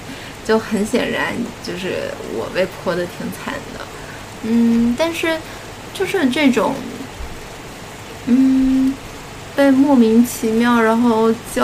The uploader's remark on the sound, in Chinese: 录制背景是北京的夜雨哦！